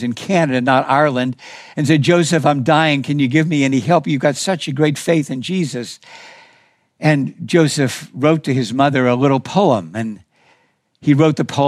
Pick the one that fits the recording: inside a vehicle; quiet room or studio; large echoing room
large echoing room